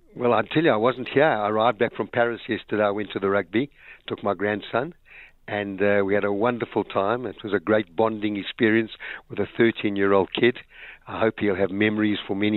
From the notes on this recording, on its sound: Guest(Phone)